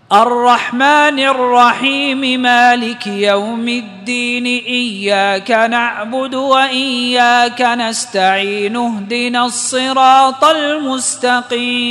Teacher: لاحظ الآيات التي وصلتها كلها قصر حركتي، لكن إذا في آخر شيء وقفت يجوز لي التوسط.